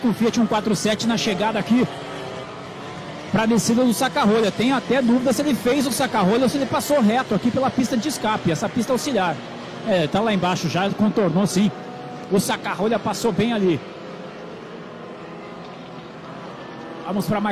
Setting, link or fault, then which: setting, busy venue